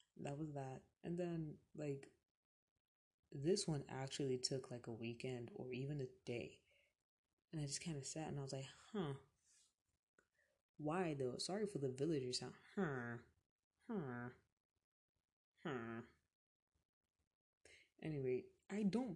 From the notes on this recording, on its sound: Enjoy this weeks background noise